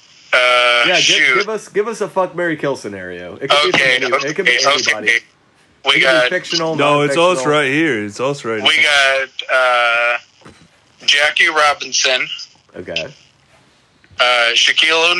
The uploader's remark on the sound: People call